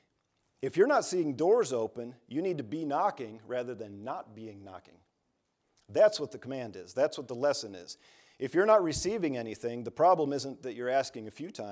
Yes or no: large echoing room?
yes